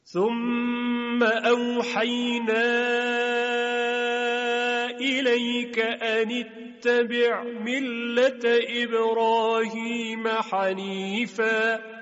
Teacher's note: ابراهیم که حرف را تفخیم میشه